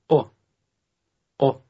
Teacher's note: It's not a long English O, but rather sounds much shorter